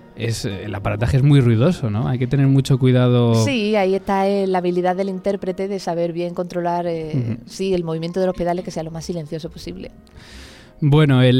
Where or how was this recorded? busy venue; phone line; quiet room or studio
busy venue